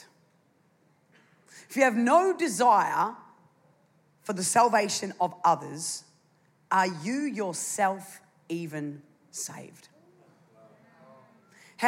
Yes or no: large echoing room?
yes